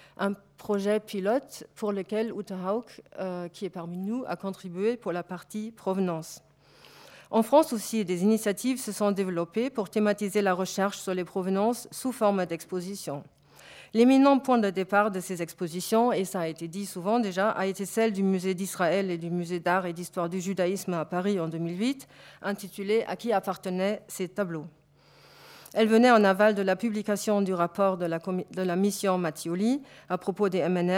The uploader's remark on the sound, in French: Enregistrée le 3 juin 2016 dans le cadre du colloque. Dans le cadre du colloque « Patrimoines spoliés.